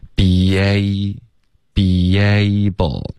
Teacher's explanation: able 之间会出现一个很轻的一个 y 的音